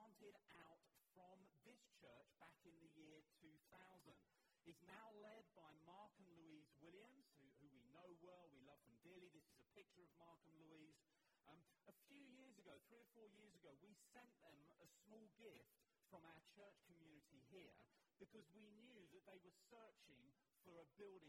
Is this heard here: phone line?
no